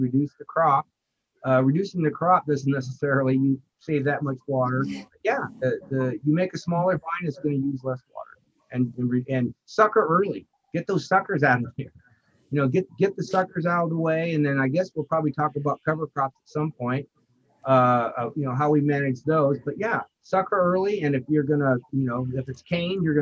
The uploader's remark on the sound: Audio from a webinar presented on May 13, 2021